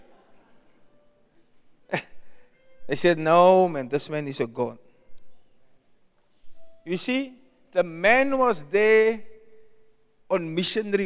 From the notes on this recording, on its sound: Preached at Zion Sanctuary, Cape Town